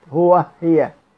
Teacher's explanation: كلمة هو وهي يقف عليها دائما بهاء السكت، هو هي بلا خلاف.